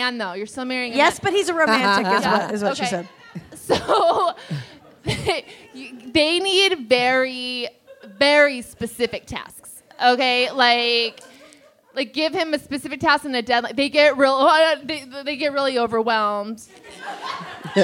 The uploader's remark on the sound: Live From SF Sketchfest 2023